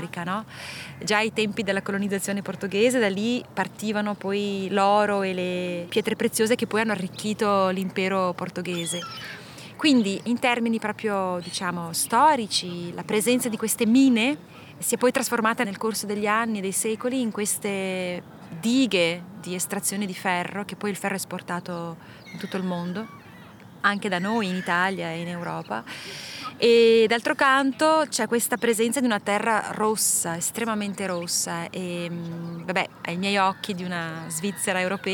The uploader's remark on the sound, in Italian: Sulle rive del lago Ceresio. La incontro qui, in un parco che lungo la nostra chiacchierata si popolerà di voci, rumori, onde.